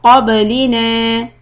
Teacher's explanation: the back part of the tongue goes up, so you're ready for letter قاف.